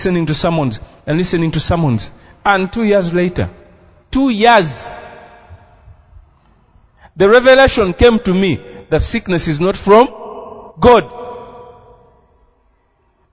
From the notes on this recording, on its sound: This message is a Live recording from a service at Breakthrough Miracle Life.